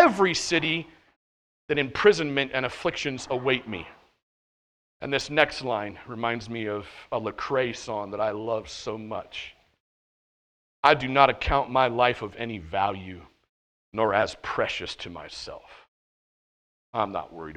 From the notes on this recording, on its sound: at The Well, an SBC and Converge Heartland Church in Hastings, NE.